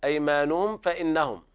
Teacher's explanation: هذا إظهار شفهي شديد لوقوع الفاء بعد الميم الساكنة